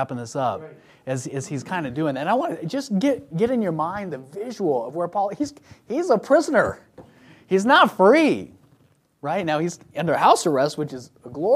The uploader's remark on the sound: from the pulpit of Royal View Baptist Church.